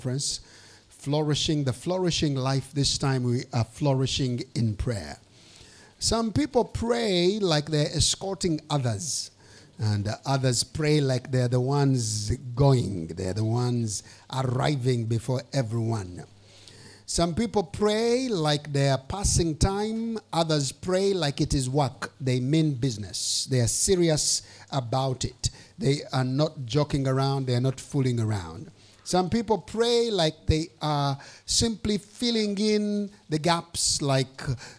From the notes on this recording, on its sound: preached during the Flourishing Life Conference 2023